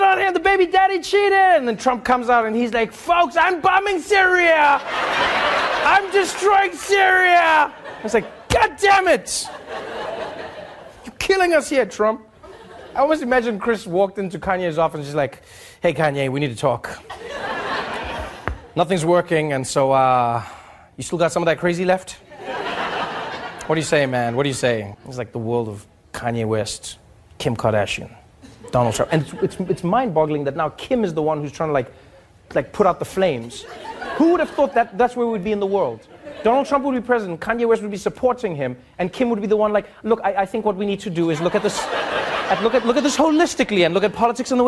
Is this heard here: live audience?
yes